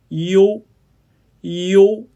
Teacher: 发音的过程中，舌位先降后升，由前到后 · Term: 复韵母 · IPA: [iou]